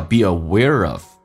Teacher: 那个 R 跟 of 形成连音叫 be aware of